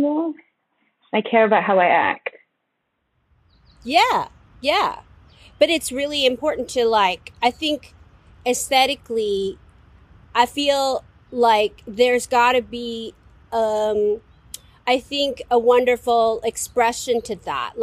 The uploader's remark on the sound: Pups demand attention throughout the conversation, so of course, they get introduced to one another via Zoom.